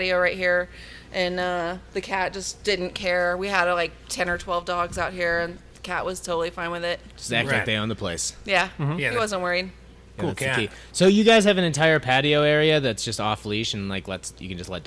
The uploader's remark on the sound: This week we visit Coal Mine Ave Brewing in Littleton, Colorado.